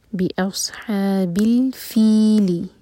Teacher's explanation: با کو لام سے جوڑا اور لام پر جھٹکا نہ دیں. بی اصحاب الفیل، فی دو حرکہ اور لی ایک حرکہ.